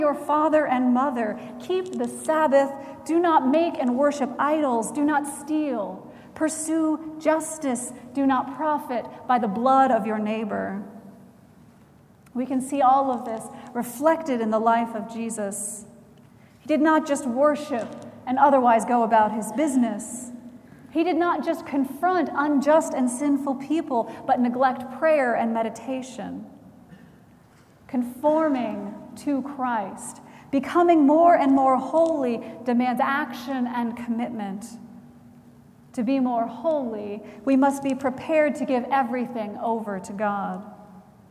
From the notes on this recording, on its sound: Recorded December 3, 2017 at Trinity Presbyterian Church in Bixby, Okla.